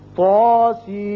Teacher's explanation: تا الف کے برابر کھینچا، سین کو آپ نے مد کیا اور میم کے ساتھ ملاتے ہوئے میم مشدد پڑا، غنہ کیا اور پھر میم پر آپ نے مد کیا.